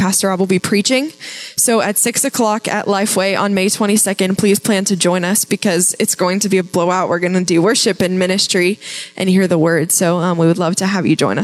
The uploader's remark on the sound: Live from The Summit Church in Dover, OH.